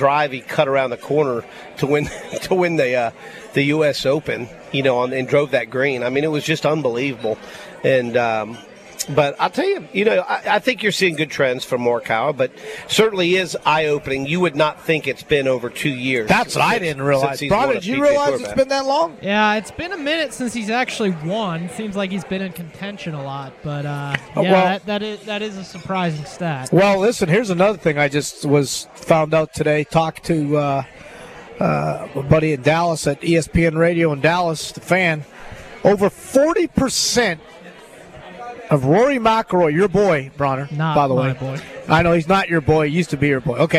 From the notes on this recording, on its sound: LIVE From Felix's Fish Camp!